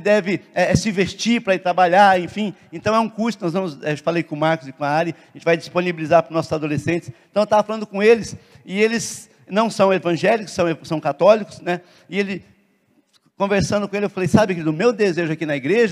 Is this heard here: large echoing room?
yes